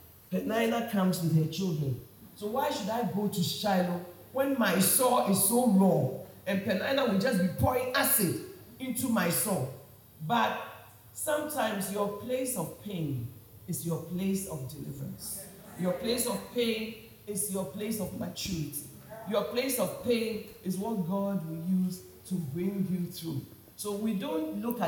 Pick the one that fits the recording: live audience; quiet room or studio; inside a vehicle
live audience